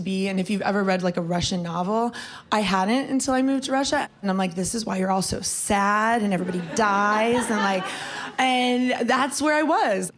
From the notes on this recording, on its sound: Recorded in front of a live audience at the Eaton Hotel—in conjunction with this month’s Women Who Travel meetup.